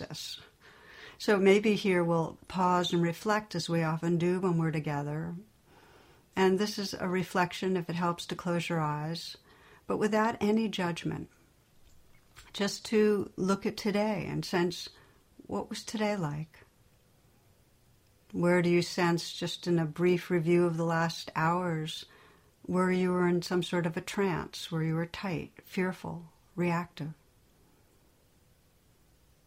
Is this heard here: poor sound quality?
no